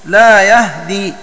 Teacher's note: ثبت لقالون من طريق الناظم إسكان الهاء أيضا لا يهدي، فيكون له وجهان في الهاء، إسكانها وإخفاء فتحتها، وكل منهما مع فتح الياء.